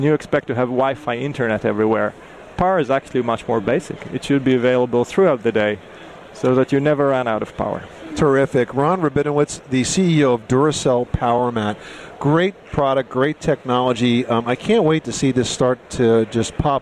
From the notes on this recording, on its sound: Live from the floor of the Las Vegas Convention Center – where hundreds of thousands have gathered for the granddaddy of tech shows – the 2012 International Consumer Electronics show.